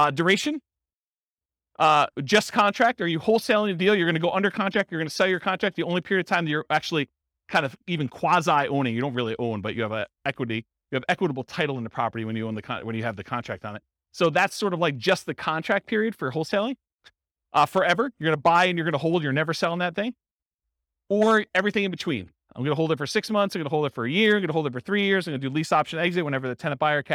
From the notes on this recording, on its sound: This was a live class recorded to give investors a solid qualitative overview of all the different real estate investing strategies. Thornton, Colorado.